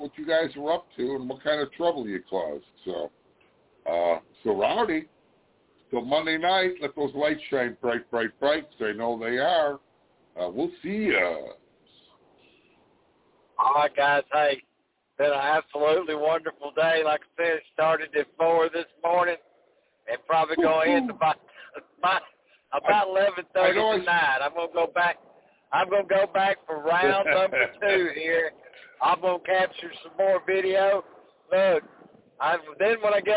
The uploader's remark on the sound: Live at Atlanta for testing and at Ice Bowl at Talladega Short track